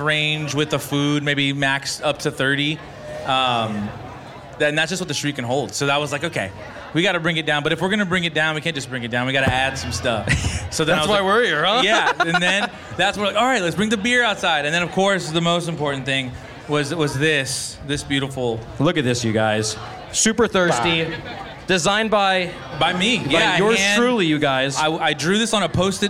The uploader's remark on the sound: We did a live podcast at the last Supermarket event held at the Tioga Sequoia block party in Merced.